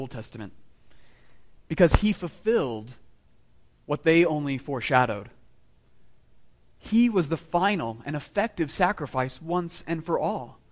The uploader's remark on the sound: Sermon delivered to meeting of the Southwest Presbytery of the PCA, Fall 2016, at Christ the King Presbyterian Church of El Paso